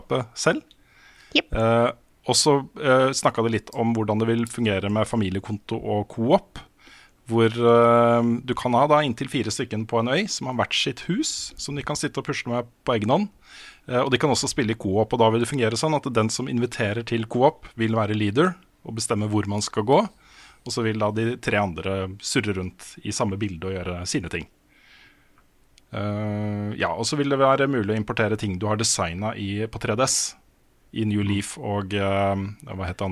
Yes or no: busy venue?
no